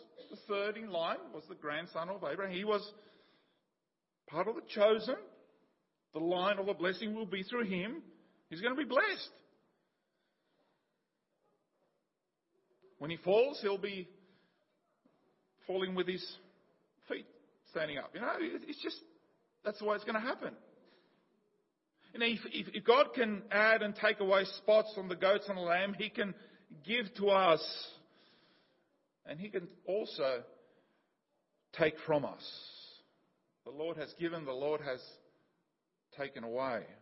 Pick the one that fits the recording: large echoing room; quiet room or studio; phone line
large echoing room